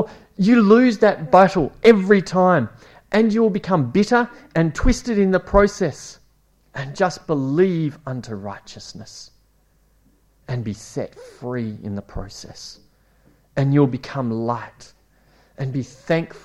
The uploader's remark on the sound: It was preached at Esperance Church of Christ